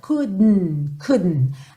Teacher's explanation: Mas, no inglês britânico, muitas vezes a gente tem esse n. Então, eu ponho a língua no céu da boca para fazer o D e já puxo pro N direto.